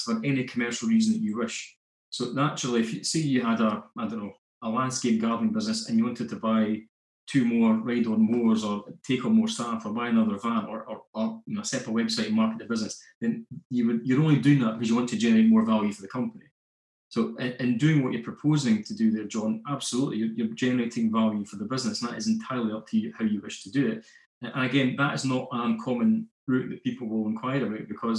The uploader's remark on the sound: We recently ran an online Q&A session about SSAS pensions and their use for commercial property investments. We recorded the session so you now have a chance to listen in.